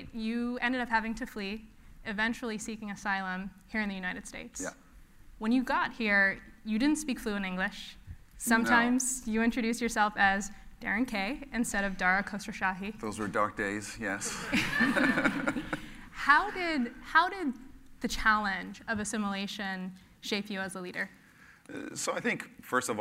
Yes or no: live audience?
yes